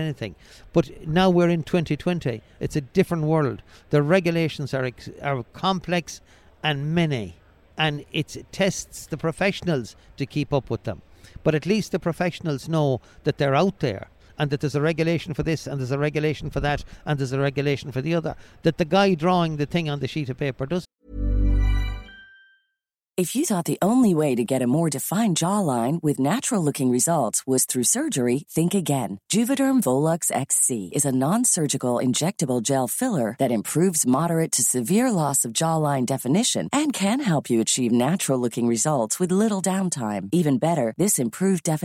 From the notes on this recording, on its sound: We caught up with him at Selfbuild Live Belfast